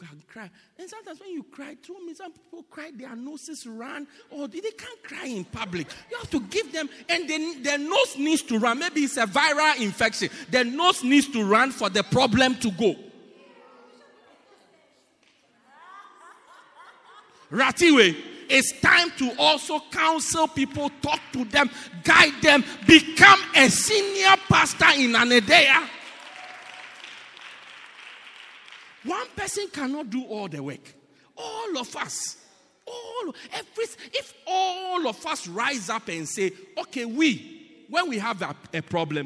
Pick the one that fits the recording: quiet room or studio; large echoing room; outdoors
large echoing room